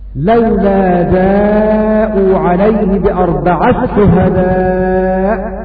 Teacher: أضغمنا التاء في الشين